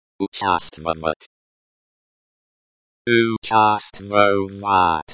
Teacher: The O sounds like the O in hot. The stress is on the second syllable.